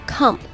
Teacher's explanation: come，啊的音标，但是我们要把它发成呃的音